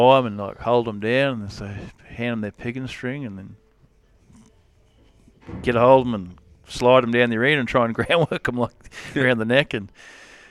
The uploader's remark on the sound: Sit down at the memorial roping just outside Warwick the weekend before the APRA National Finals.